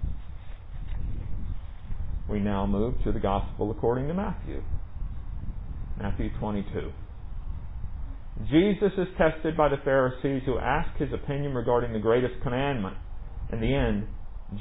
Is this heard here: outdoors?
yes